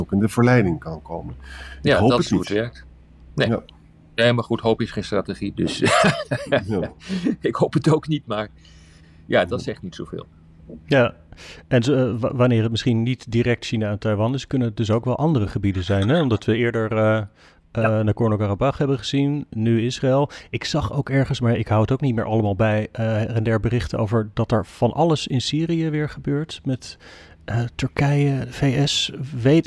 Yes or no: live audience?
no